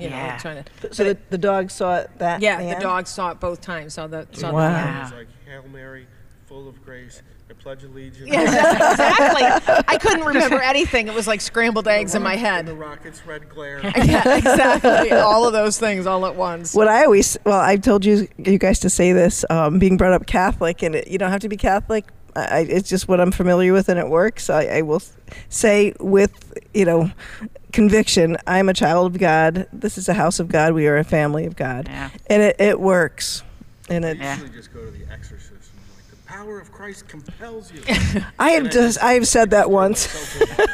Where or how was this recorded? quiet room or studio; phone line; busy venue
busy venue